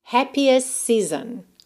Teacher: perceba que o T de happiest realmente sumiu